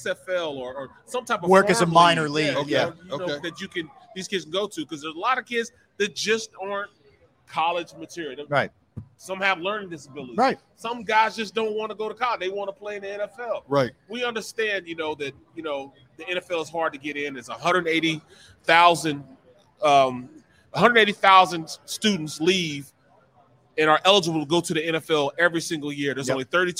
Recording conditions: busy venue